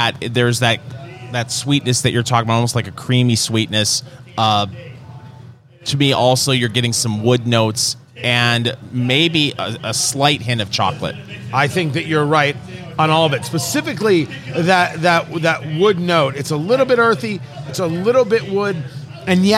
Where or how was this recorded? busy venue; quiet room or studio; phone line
busy venue